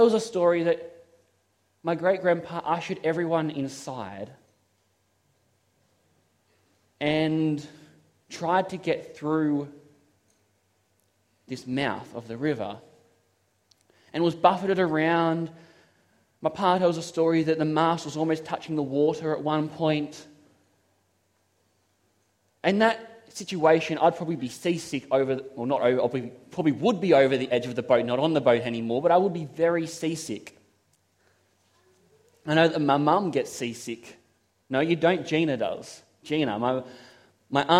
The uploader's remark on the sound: This is a sermon I preached at Toronto SDA Church.